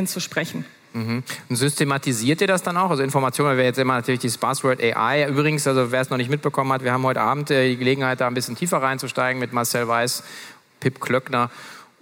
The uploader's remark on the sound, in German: Für eine spannende Gesprächsrunde auf der Future Retail Stage der K5 Konferenz 2023